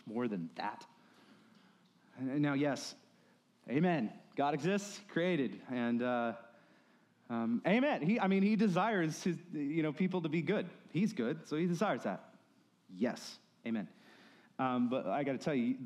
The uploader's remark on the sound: The following was recorded at Stone Oak Bible Church.